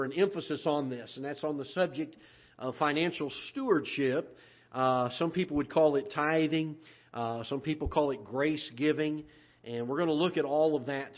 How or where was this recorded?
large echoing room